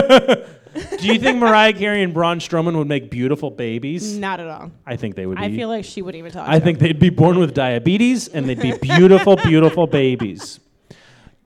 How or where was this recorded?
live audience